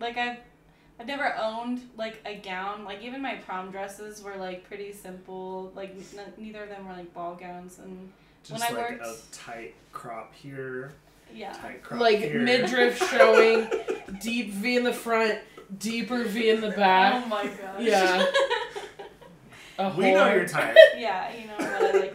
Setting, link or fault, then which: fault, poor sound quality